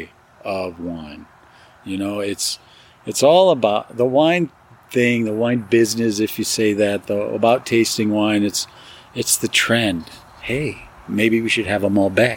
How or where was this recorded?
outdoors